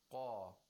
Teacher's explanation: With the mouth opening vertically while pronouncing the qaf. And the back of tongue, and the root of the tongue is raised. · Term: tafkhim